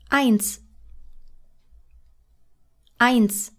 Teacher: Note the voiceless S, as it's called, at the end of the word